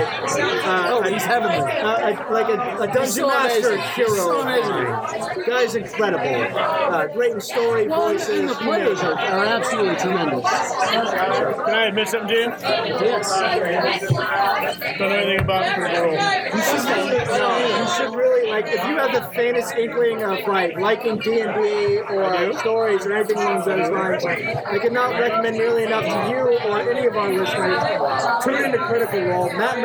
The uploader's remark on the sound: We are LIVE from Loughmillers in downtown Indianapolis on GENCON eve!